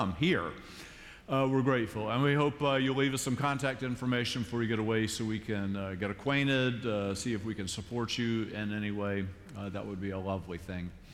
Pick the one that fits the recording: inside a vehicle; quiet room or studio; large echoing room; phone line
large echoing room